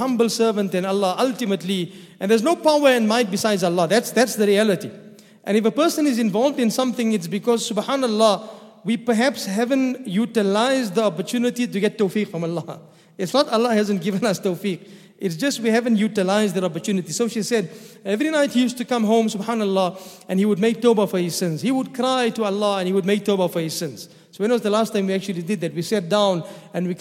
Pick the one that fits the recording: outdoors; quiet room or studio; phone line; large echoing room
large echoing room